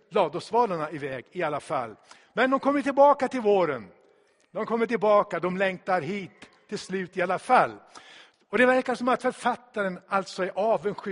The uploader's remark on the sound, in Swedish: Inspelad i Tabernaklet i Göteborg 2016-04-03.